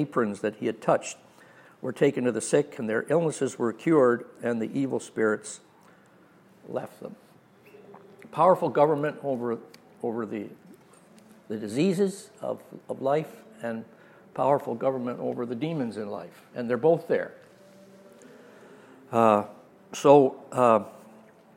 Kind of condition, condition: setting, large echoing room